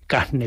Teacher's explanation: la aspiración de la R ante N o L